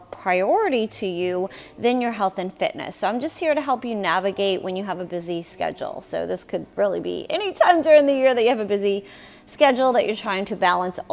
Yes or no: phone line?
no